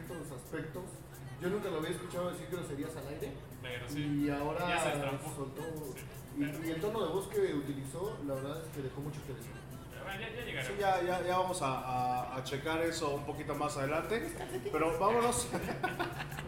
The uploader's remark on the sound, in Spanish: En vivo desde Jocker Snacks and Drinks